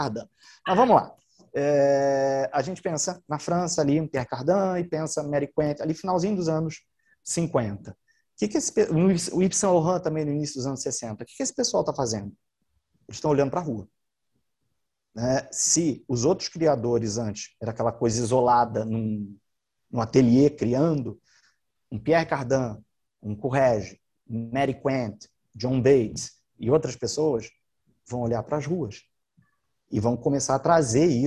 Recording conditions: video call